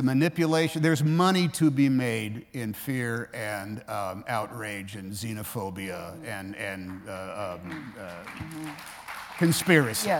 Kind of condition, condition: setting, live audience